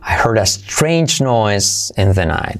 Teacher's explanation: cuidado no poner una E delante de strange